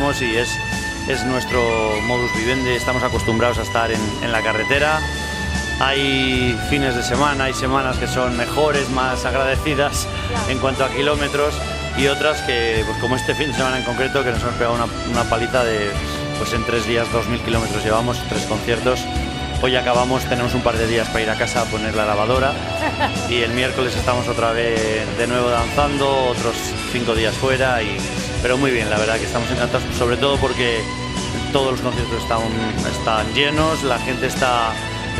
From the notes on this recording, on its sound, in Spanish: en el concierto que se realizó el domingo 1 de septiembre en la Plaza del Ayuntamiento de Torrelaguna